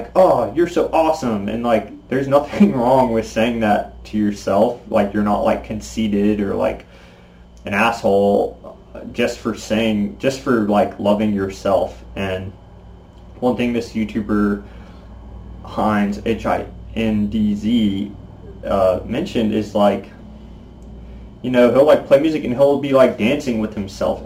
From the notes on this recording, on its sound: First of all sorry for the audio quality, I forgot to plug in my mic so this was recorded with my laptops built in microphone.